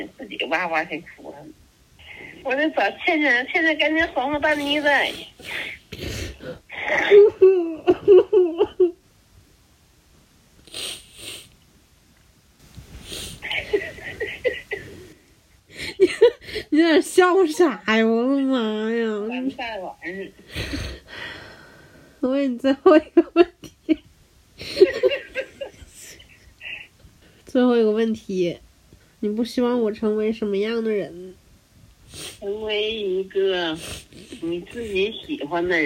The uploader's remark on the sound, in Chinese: 长大后的每个母亲节，在外地工作的我们都只能隔着电话，为远在东北家乡的妈妈送去「电子祝福」。今年我们决定在聊天中悄悄做个电话采访。